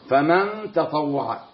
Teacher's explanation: إخفاء حقيقي لأنها نون ساكنة بعدها التاء، والتاء من حروف 15 حروف الإخفاء الحقيقي.